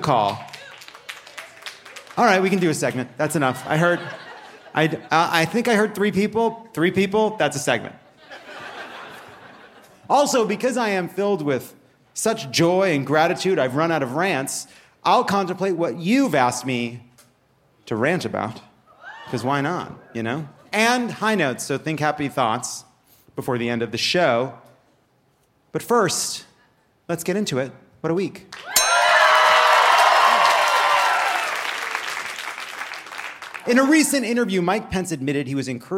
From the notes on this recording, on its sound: Dry Heat and Open Carry (Live from Phoenix!).